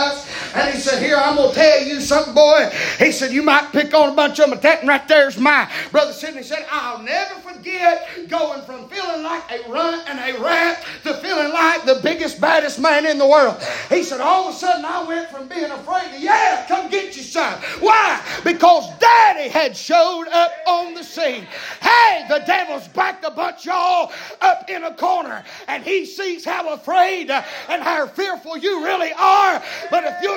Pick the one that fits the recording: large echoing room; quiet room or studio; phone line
large echoing room